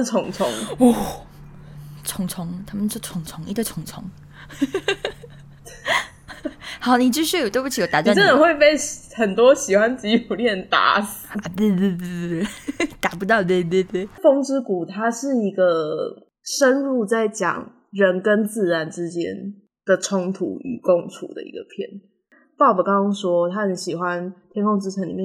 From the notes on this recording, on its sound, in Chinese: 因為是即時收音，會有一些現場音或不可抗力干擾。感謝這集提供callin語音的朋友們。